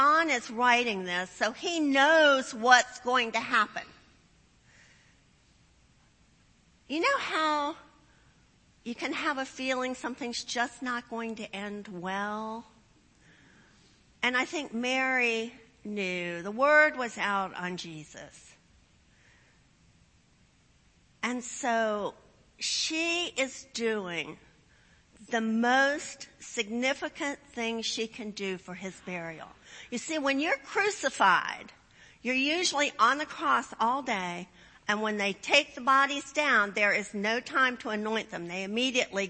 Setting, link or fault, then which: setting, large echoing room